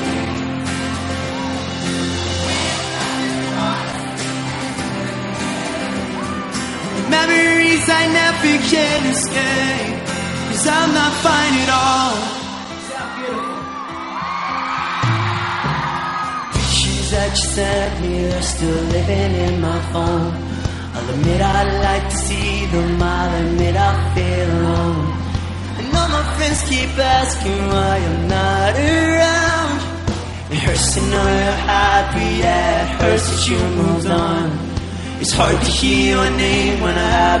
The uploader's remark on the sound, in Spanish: retrasmitiendo en directo desde Londres